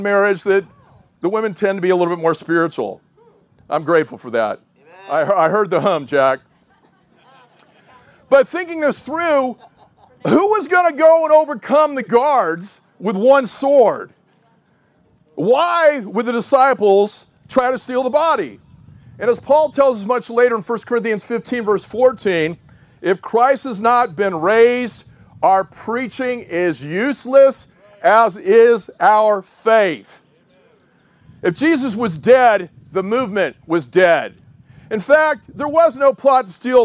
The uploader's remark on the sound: Outdoor Easter Service. This is the first time in a long time that a large part of the South Bay Church will be able to get together IN PERSON!